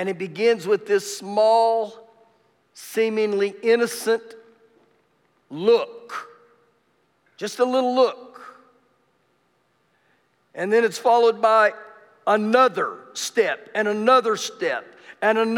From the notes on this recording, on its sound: Recorded live during our Wednesday night service